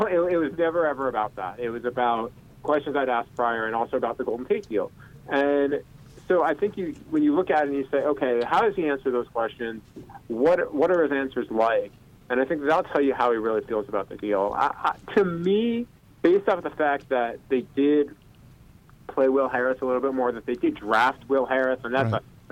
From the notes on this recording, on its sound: joined on the phone